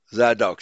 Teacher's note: They put the emphasis on the second syllable.